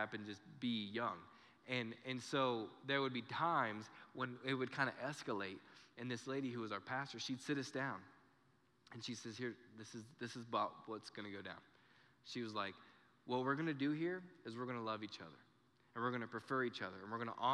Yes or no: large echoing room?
yes